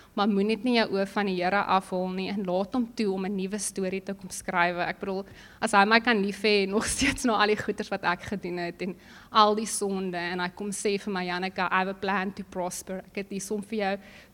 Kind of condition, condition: setting, large echoing room